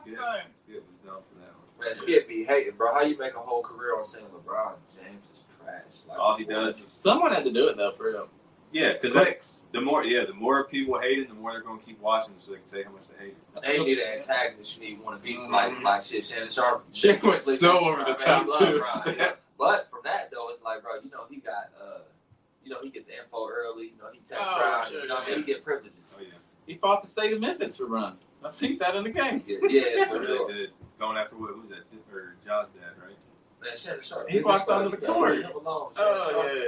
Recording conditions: poor sound quality